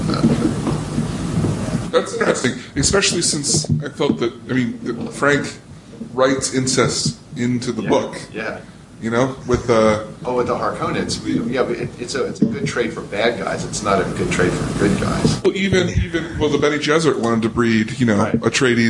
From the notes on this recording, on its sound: We had a chance to chat with an audience immediately following a screening of Jodorowsky's Dune.